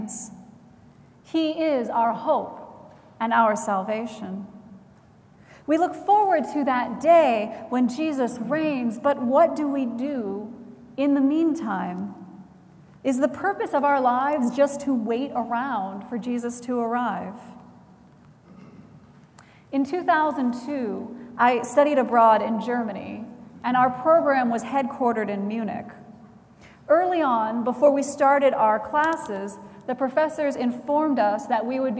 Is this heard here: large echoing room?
yes